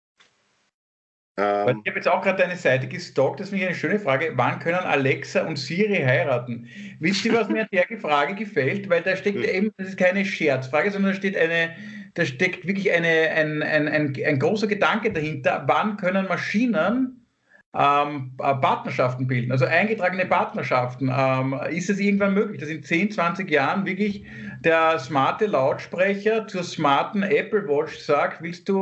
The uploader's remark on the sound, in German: Aufzeichnung einer ZOOM Session